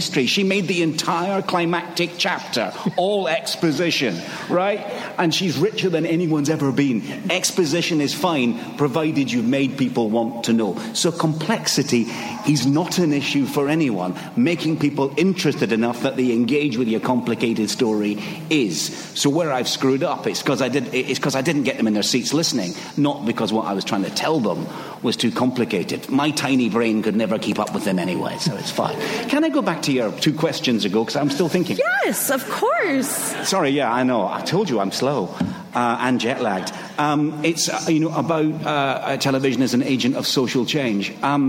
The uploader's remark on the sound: At the Nerdist TV: The Boundary Pushers panel. Recorded at San Diego Comic Con.